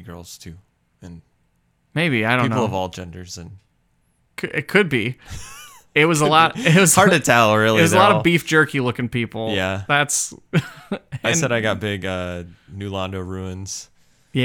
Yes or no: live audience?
no